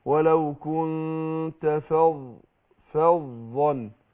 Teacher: ولو كن مع الغنة طبعا حركتين